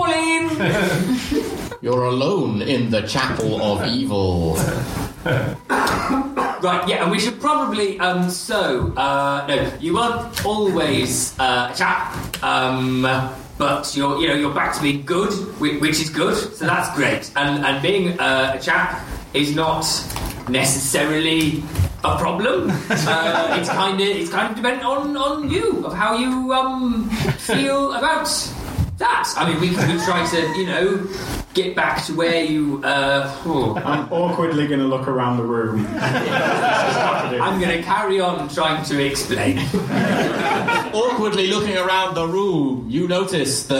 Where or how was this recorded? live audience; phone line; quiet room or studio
live audience